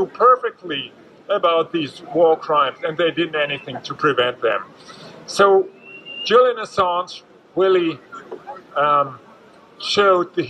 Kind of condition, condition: setting, outdoors